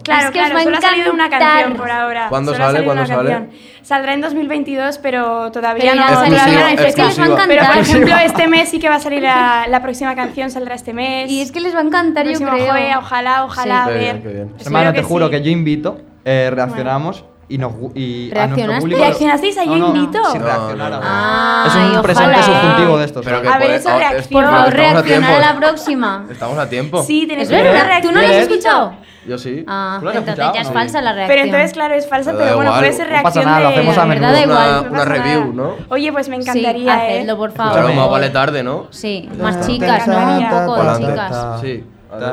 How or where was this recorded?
busy venue